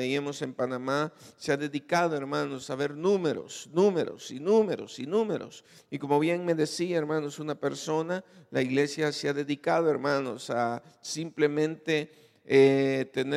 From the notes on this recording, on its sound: Recorded live. Grabado en Iglesia Genezareth.